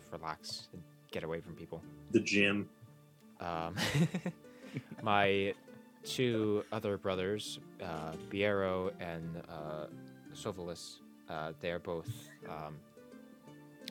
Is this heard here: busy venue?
no